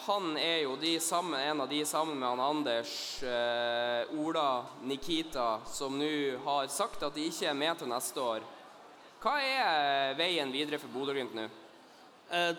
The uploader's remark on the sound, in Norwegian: LIVE podkast fra sølvfesten i Svømmehallen Scene. Under sølvfesten holdt vi en live podkast foran de oppmøtte supporterne som var klare til å ta imot og hylle Glimt-gutta.